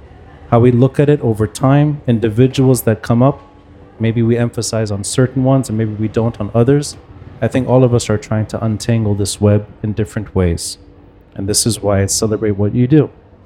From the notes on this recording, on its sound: Live Video. Recorded live at Aaliya’s Books.